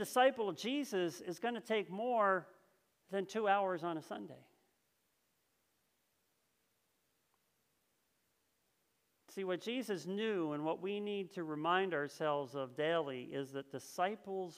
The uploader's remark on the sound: This message was first preached on October 3rd 2021 at Linglestown Life Church in Harrisburg PA.